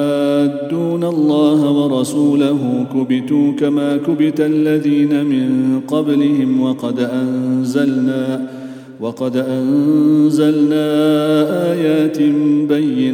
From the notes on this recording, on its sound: at the Houghton Masjid (West Street)